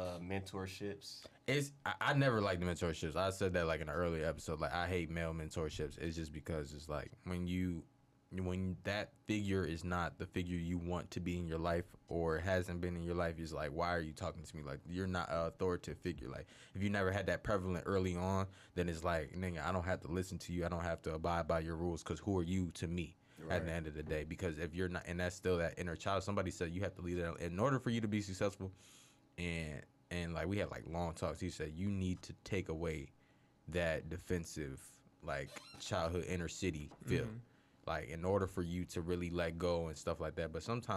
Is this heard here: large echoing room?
no